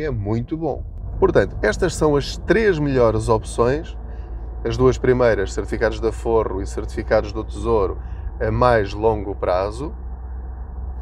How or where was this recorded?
inside a vehicle